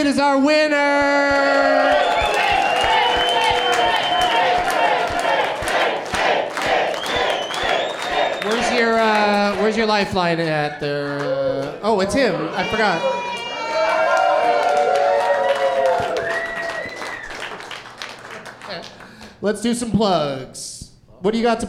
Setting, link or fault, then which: setting, live audience